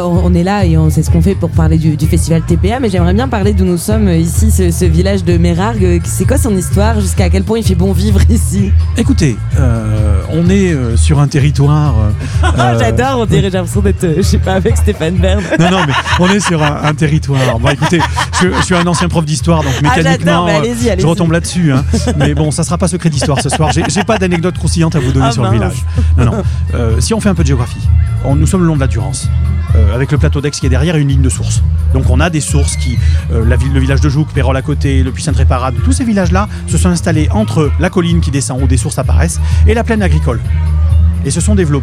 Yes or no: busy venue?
yes